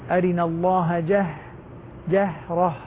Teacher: الهاء ساكنة رخوة خفيفة لطيفة، لا نقول جهرة، يعني لا نبالغ فيها.